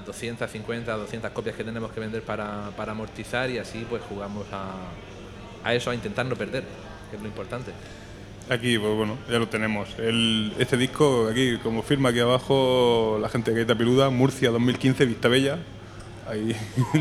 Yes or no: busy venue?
yes